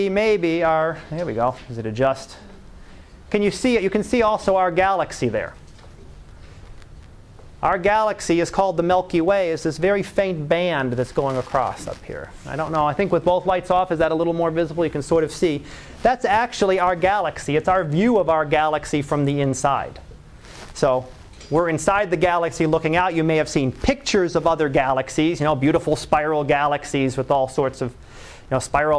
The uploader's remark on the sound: Live Class Lecture